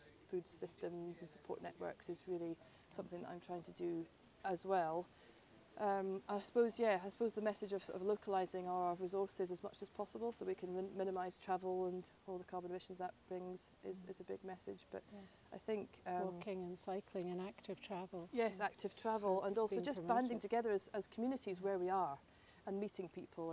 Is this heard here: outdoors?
yes